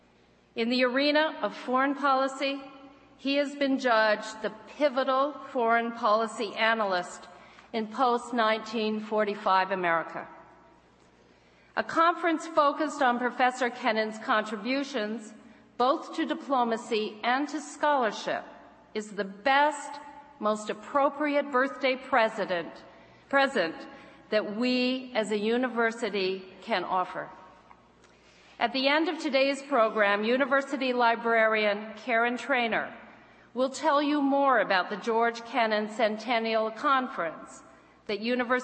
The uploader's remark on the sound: Opening Address at the George F. Kennan Centennial Conference